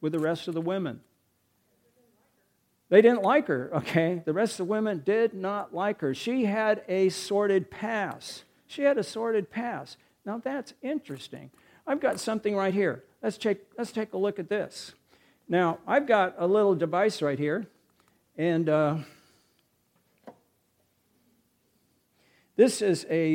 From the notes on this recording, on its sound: recorded March 4, 2023, at Ringgold Seventh-day Adventist Church